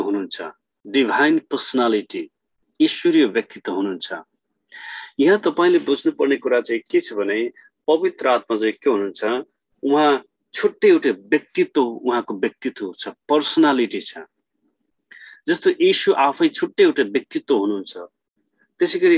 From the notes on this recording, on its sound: Zoom class.